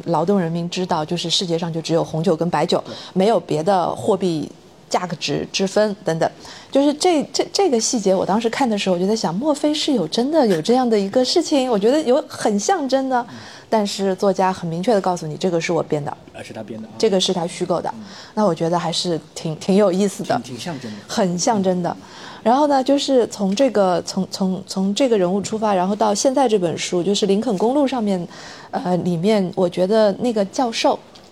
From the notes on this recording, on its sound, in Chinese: 由于分享会现场录制，本期节目部份段落音质欠佳